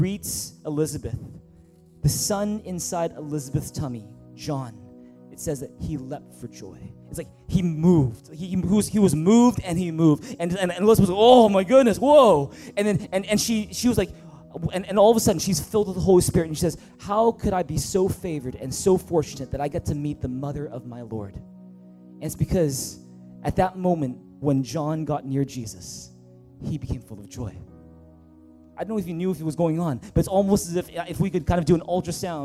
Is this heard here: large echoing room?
yes